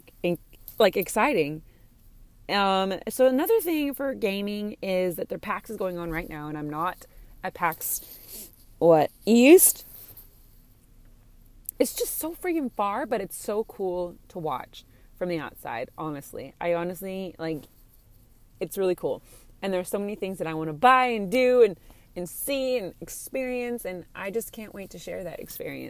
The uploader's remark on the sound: In the Car episode.